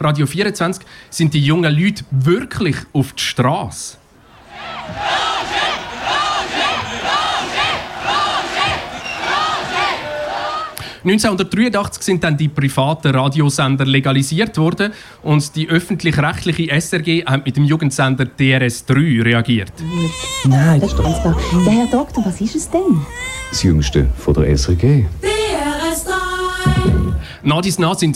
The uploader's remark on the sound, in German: Anlässlich des 35 Jahre Jubiläums von Kanal K. Live auf der Bühne.